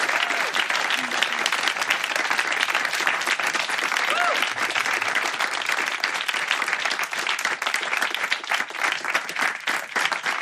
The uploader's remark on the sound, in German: Einige Beiträge von unserer Show vom 07.09.2023 im Baergarten des Revier Südost. Unser tolles Publikum vor Ort.